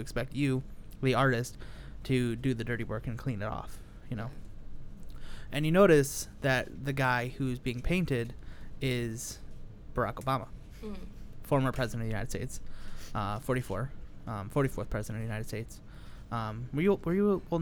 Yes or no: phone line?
no